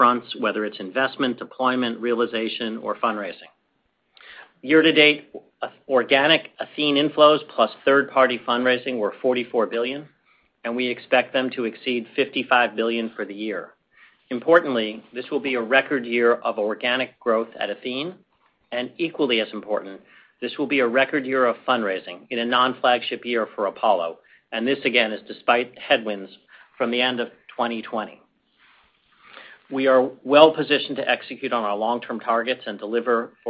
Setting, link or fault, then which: link, phone line